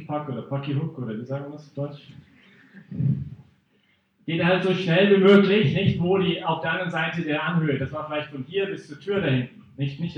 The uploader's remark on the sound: Teil des Vortrags in Brig-Glis (CH)